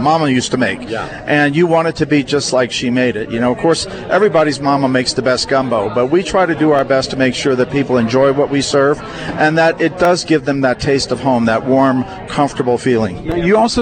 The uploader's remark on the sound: LIVE remote edition of KRDO's Afternoon News. Momma Pearl's Cajun Restaurant at 162 Tracker Drive at the Polaris Point Shopping Center near I-25 and North Gate Boulevard.